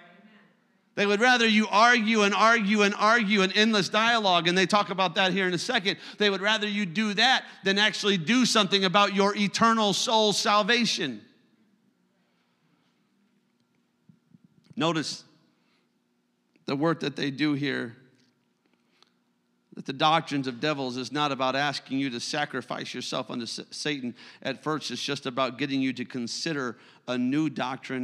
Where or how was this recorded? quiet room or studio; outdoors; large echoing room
large echoing room